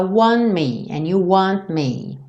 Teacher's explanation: aqui no want, esse T sumiu